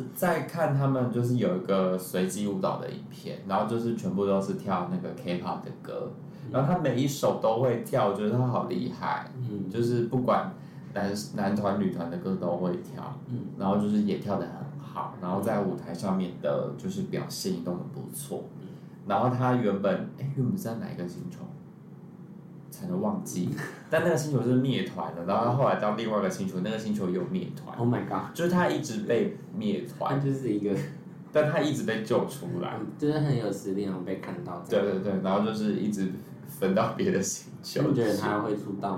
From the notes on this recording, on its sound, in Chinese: 本次錄音場地限制，音質有點出車禍，請見諒